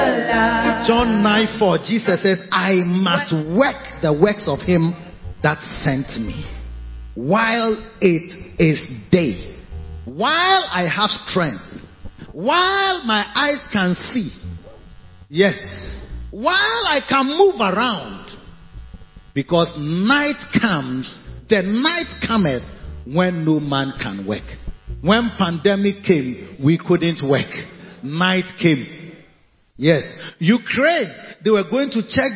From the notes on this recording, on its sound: Preached at the Covenant Sunday Victory Secrets Service - Makarios Cathedral, HQ. Preached at the Covenant Sunday Victory Secrets Service - Makarios Cathedral, HQ.